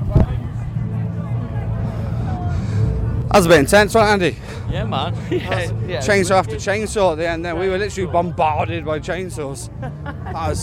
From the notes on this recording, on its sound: ScareTrack- Screamfest /On-location Review Episode 2023. ScareTrack visit Screamfest at the National Forest Adventure Farm in Burton.